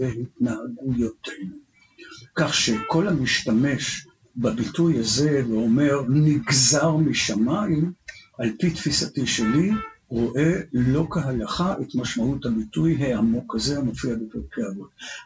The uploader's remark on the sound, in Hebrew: עקב תקלה טכנית, הסאונד מתחת לסטנדרט של הקלטות קודמות.